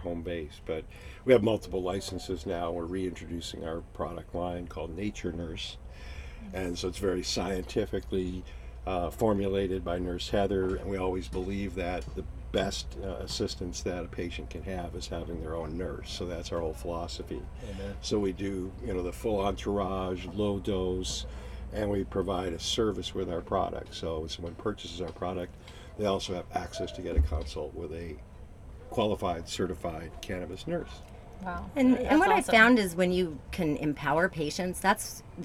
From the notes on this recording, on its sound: The third episode in our series recorded in the CannaVan at The Women of Cannabis Conference.